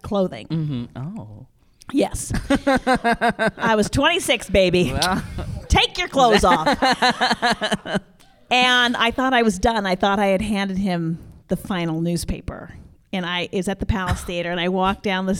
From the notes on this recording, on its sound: LIVE from BroadwayCon 2020.